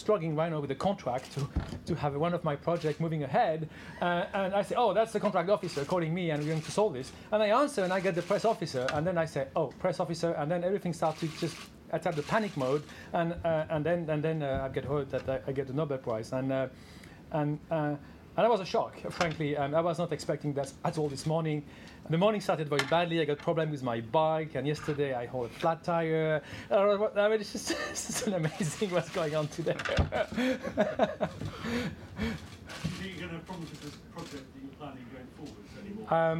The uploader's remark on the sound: Press Conference. Talk to journalists at the Science Media Centre in London just a few hours after finding out about the award.